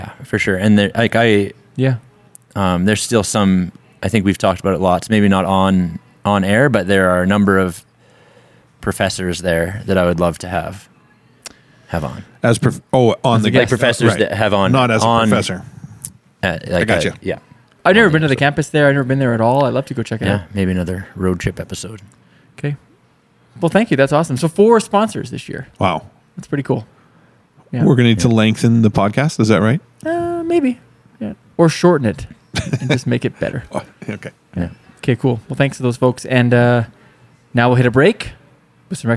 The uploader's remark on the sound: In a back room, surrounded by oak barrels and beer